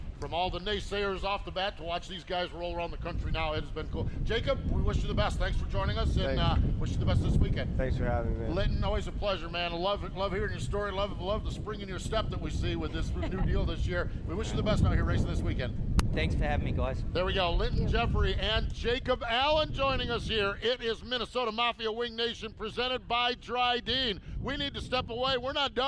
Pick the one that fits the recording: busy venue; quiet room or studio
busy venue